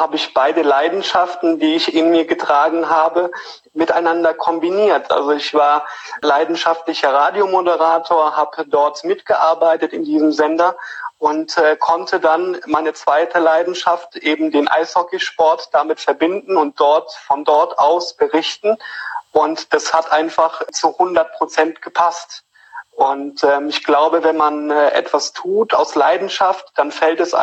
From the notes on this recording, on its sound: Höre Dir hier das Insta-Live Interview.